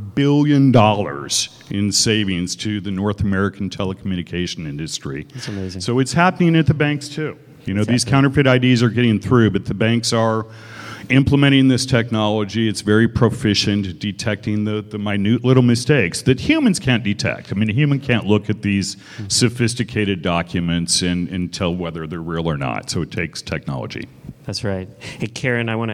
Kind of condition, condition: setting, busy venue